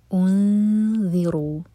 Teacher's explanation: انذروا، حمزہ کے دومہ کے لیے ہوٹ گولوں گی، لیکن جب اخفا کریں تو ہوٹوں کو پھیلا کر. انذروا، ذیل کے لیے زبان ہماری اوپر والے دانتوں کو ٹچ کرے گی اور تھوڑی ٹپ باہر ہوگی